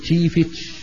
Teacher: في جنوب سوريا منطقة حوران يتكلمون كما نطقت الآن، يقول تشيفتش، يعني تاء بعدها شين، شيف عيالتش، تاء بعدها شين.